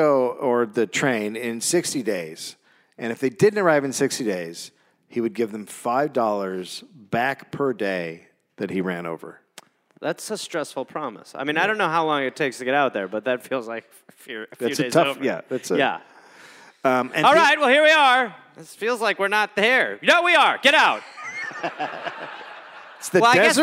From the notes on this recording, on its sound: Recorded live in Louisville.